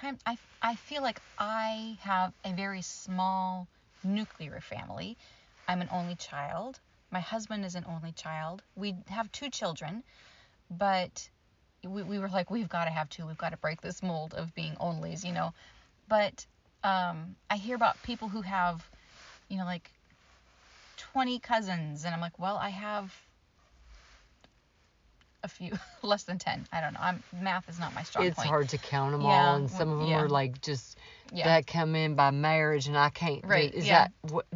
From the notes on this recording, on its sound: Iowa family chat n fluting. Chat in the car. Family reunion in Iowa.